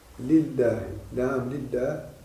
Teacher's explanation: كذلك لام اللام في لله لا تفخم لأنها قبلها كسر